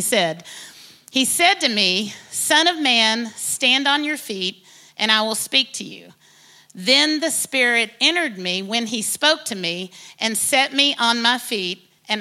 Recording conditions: large echoing room